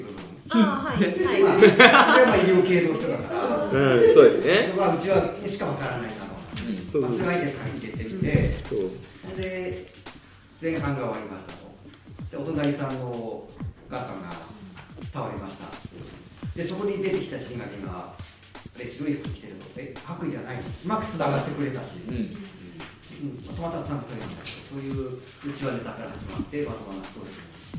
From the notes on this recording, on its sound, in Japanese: 広い部屋でマイク２本しか使っていないため、お聞き苦しい部分が多々ございます。